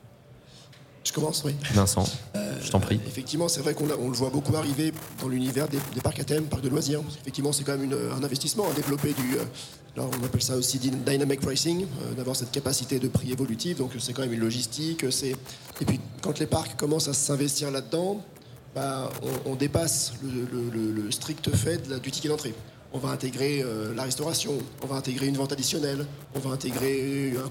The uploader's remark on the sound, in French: Dans le cadre du salon de l'escape game et des loisirs immersifs qui s'est tenu à Lyon le 11 septembre 2023, nous avons posé les micros de Radio Escape pour enregistrer 3 épisodes. Dans le cadre du salon de l'escape game et des loisirs immersifs qui s'est tenu à Lyon le 11 septembre 2023, nous avons posé les micros de Radio Escape pour enregistrer 3 épisodes.